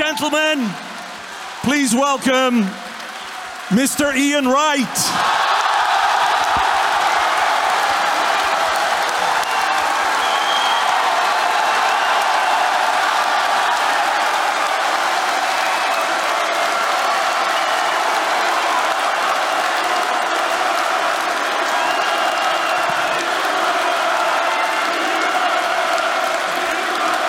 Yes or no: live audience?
yes